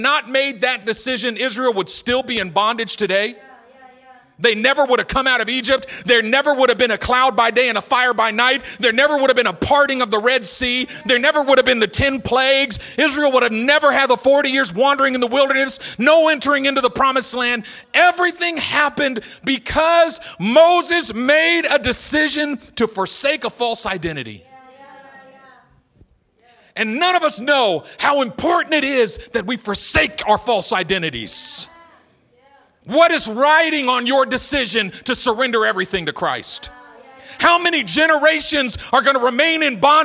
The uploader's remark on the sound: A message delivered in our El Cerrito campus.